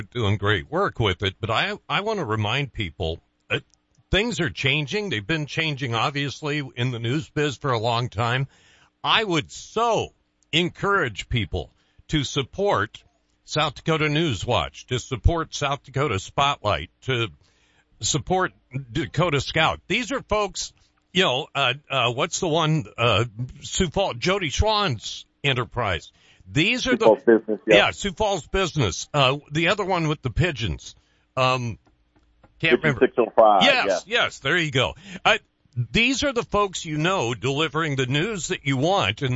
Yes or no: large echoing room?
no